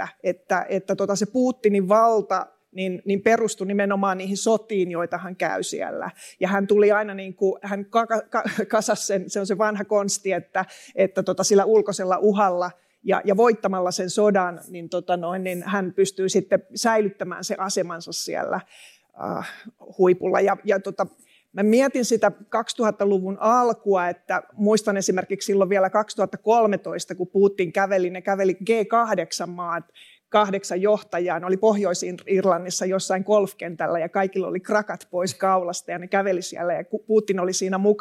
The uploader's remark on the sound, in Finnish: Podcast on nauhoitettu Suomen ulkopolitiikan mustat aukot -tapahtumassa Tiedekulmassa.